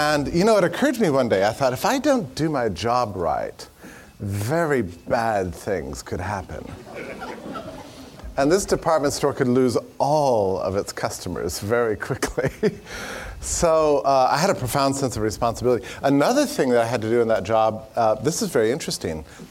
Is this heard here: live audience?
yes